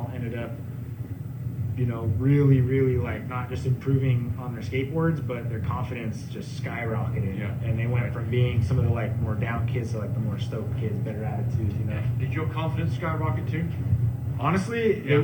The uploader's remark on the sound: live at the Santa Cruz Boardroom